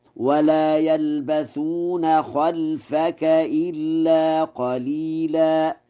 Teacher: خلفك بفتح الخاء وإسكان اللام من غير ألف، وخلفك وخلافك لغتان، فيقرأ هكذا: ولا يلبثون خلفك إلا قليلا.